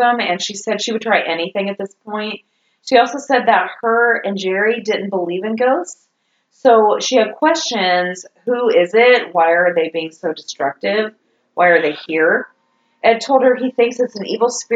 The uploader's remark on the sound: Audio still SUCKS! Crank up that volume.